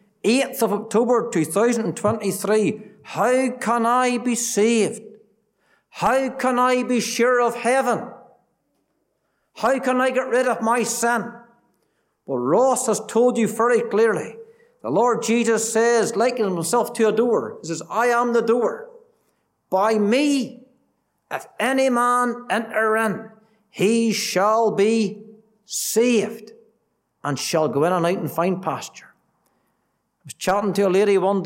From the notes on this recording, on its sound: Gospel Audio from Ballyclare Gospel Hall